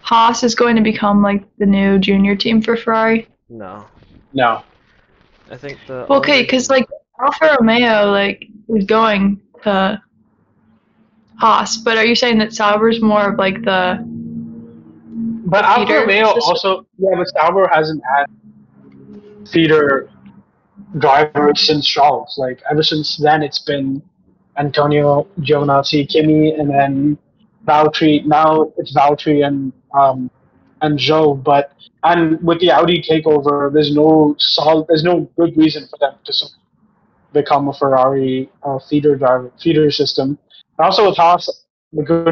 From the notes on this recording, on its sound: Firstly, sorry for the audio.